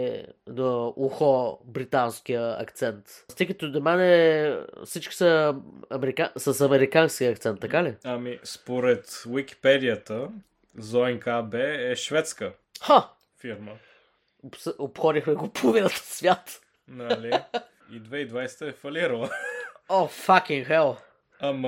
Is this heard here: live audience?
no